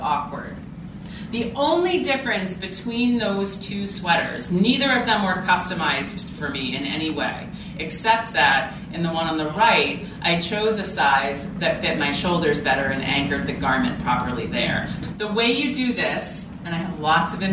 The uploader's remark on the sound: takes you to the 2016 New York Vogue Knitting Live event